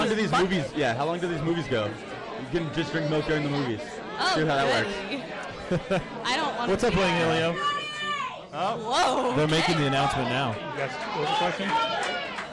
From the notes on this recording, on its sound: We broadcast live from the Sensorium Pictures film screening!